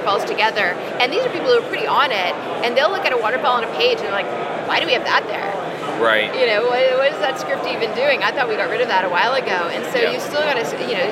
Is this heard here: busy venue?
yes